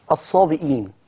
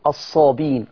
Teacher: إن أصلا حفص عنده الكلمة فيها همزة، فلما هيقرأها ورش يحذف الهمزة · Term: حذف الهمز المفرد